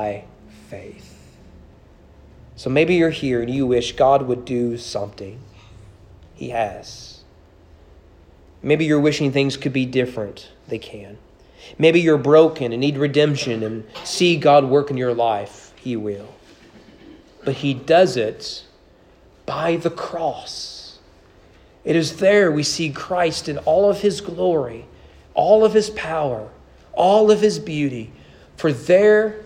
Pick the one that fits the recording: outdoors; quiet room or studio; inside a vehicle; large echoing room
large echoing room